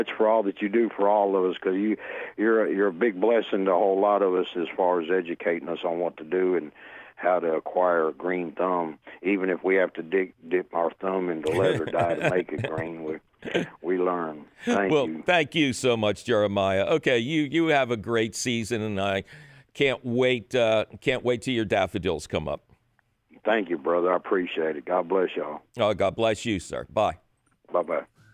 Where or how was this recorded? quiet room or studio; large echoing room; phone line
phone line